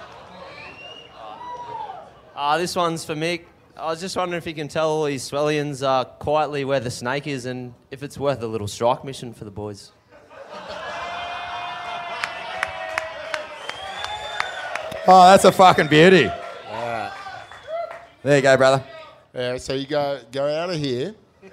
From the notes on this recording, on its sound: live at the Cooly Hotel!